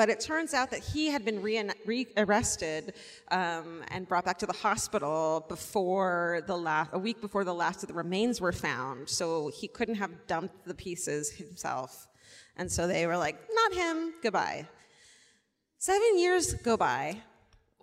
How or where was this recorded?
live audience